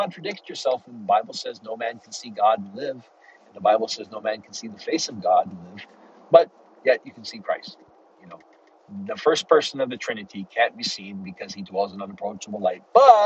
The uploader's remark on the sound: Sorry for any background noise!